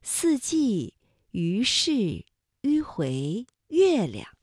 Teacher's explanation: 发音的时候两唇要拢圆，略向前凸，舌尖抵住下齿背，使舌面前部隆起，硬腭前部相对，声带是震动的，软腭上升，关闭鼻腔通路 · Term: 舌面单韵母